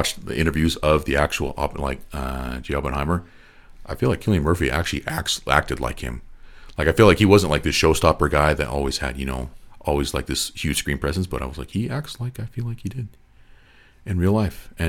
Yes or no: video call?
no